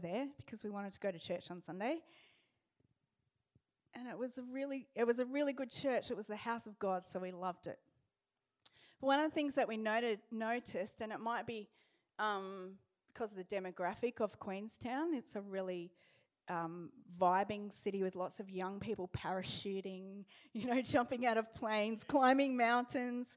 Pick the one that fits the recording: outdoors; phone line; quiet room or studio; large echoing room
large echoing room